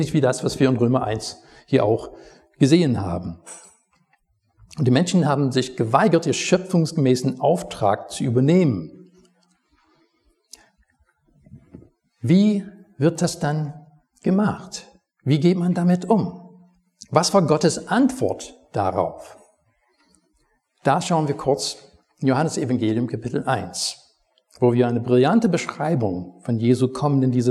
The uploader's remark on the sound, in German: Predigt aus dem Gottesdienst